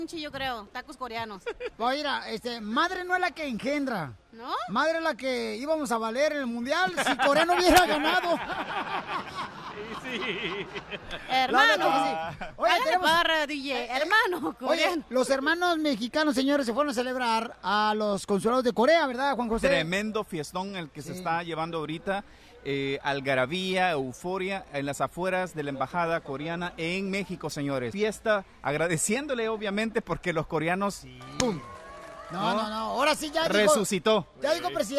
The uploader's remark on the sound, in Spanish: Escucha la transmisión en vivo desde Anaheim.